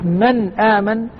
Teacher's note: يكون المخرج محقق كما هو الحال في الإظهار. قلت من آمن النون اللسان التصق بالسقف الحنك العلوي